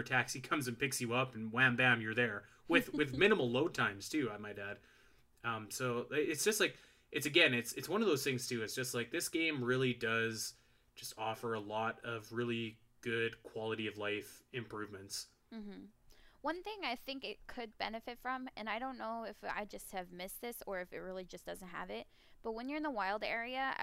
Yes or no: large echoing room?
no